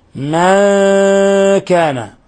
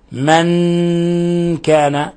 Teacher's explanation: ولنحذر أيها الإخوة التشديد هنا، لنحذر تشديد النون، لا نقرأها من، لا نقرأها من كان، من كان فنطبق اللسان على أصول الثنايا، لا، لابد من مجافاة اللسان قليلا عن أصول الثنايا ليظهر الإخفاء بصورته الصحيحة · Shown in: first take · Term: إخفاء حقيقي